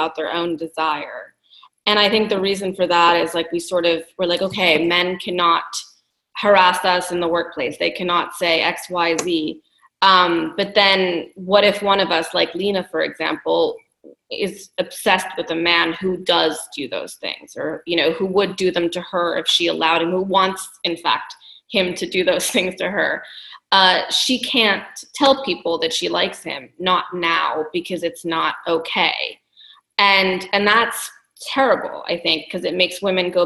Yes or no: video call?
yes